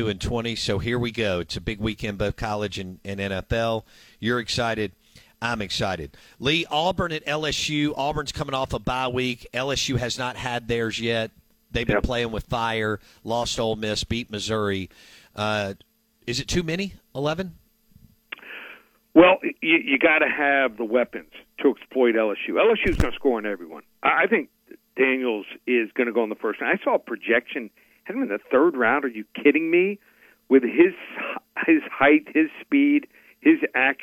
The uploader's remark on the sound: Joins the show on the Farm Bureau guest line talking about the best bets for the weekend live in the BankPlus Studio.